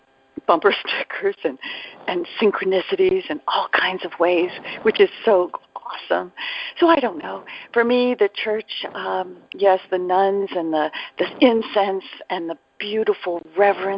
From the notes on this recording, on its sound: ACIM Daily TEXT Conference Call.